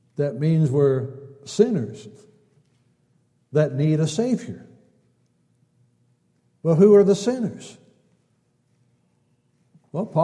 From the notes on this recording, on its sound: Downtown Church Of Christ Audio Sermon